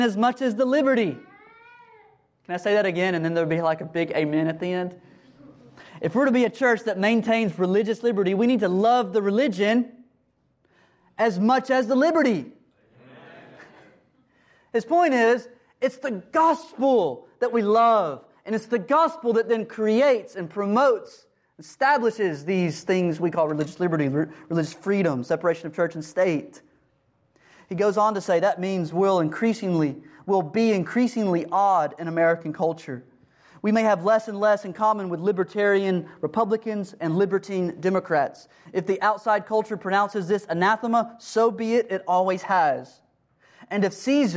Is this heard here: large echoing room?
yes